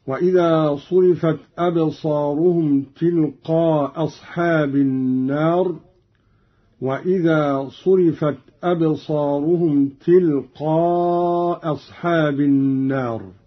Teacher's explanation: قرأ قالون بإسقاط الهمزة الأولى، وله على هذا الإسقاط القصر والمد